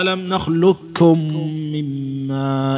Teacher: تقلب القاف كافا خالصة ألم نخلقكم مما، لكن يجب أنك تحترز بحيث أنك تضم الكاف كويس، تضمها زين، ما تقول ألم نخلقكم، لا ألم نخلقكم ألم نخلقكم. · Term: الإدغام الكامل